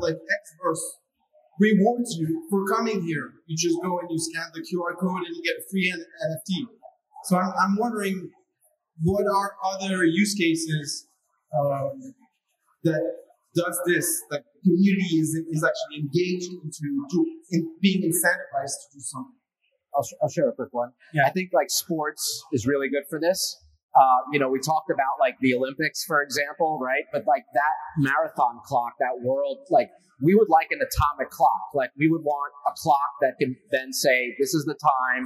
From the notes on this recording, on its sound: Bitcoin Unleashed Panel. Sorry about the janky audio from the panel - we did our best to clean it up the best we could.